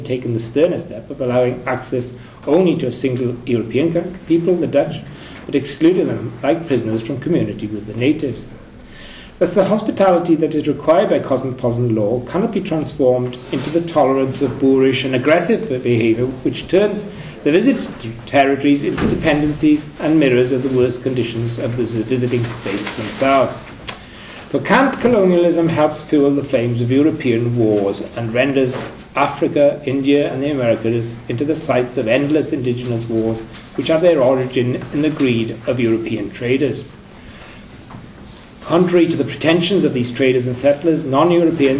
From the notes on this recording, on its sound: Third presentation from the Kant and Colonialism conference held in University of Oxford in October 2010